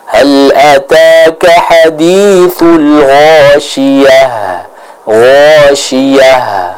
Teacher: Itu hames, mengalirnya udara, dan juga rokhawah, mengalirnya suara.